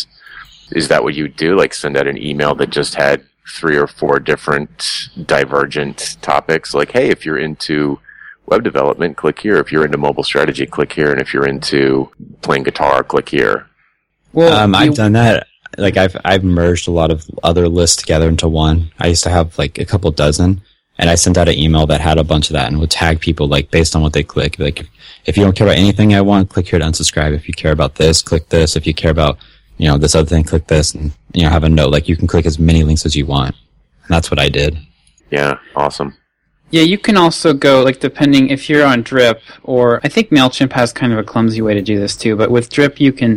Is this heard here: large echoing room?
no